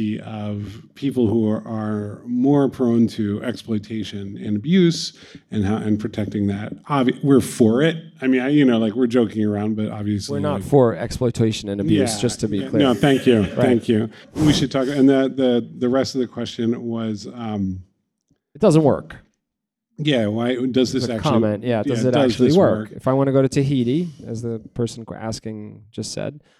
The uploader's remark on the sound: Sit down with a live studio audience.